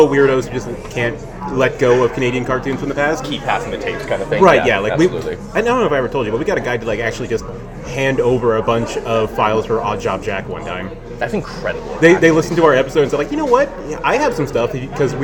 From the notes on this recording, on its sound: BONUS - Live from Fantasia 2023. AUDIO WARNING - This podcast was recorded in a noisy public space. Coming at you live from a bar next to Concordia University. Apologies for the audio quality in advance.